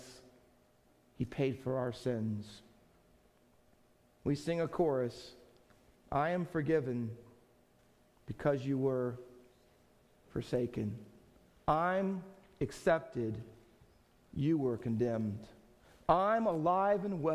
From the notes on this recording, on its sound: Faith Baptist Church in Hamilton, NJ.